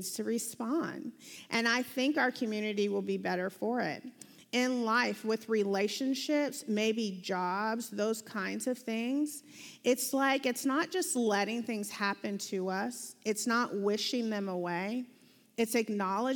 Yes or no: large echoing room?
yes